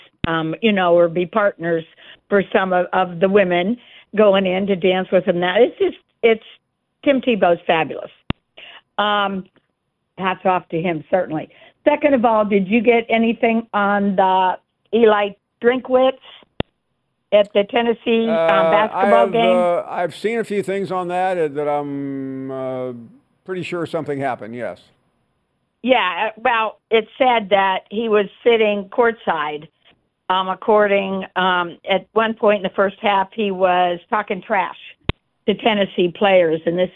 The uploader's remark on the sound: Of course more of your phone calls.